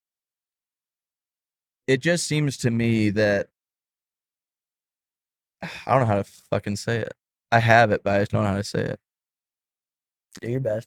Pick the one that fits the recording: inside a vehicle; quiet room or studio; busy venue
inside a vehicle